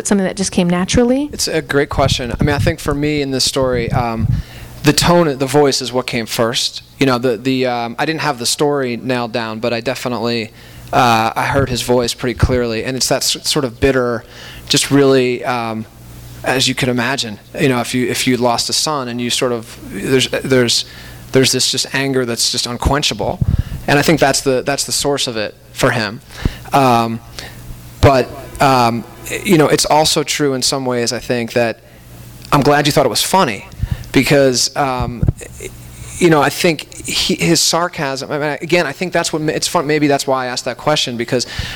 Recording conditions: busy venue